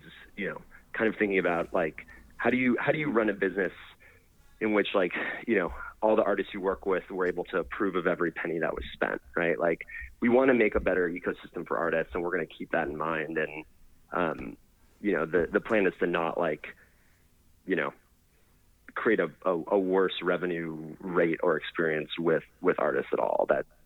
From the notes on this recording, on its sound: called